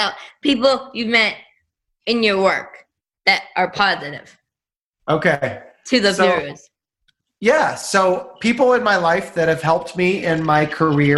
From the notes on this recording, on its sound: in a very informal quarantine setting, ZOOM!